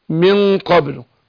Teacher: أخفي النون عند القاف بس أنا بفخم الغنة لأن الغنة تتبع ما بعدها تفخيما وتثقيلا. فأقول من قبله. · Term: إخفاء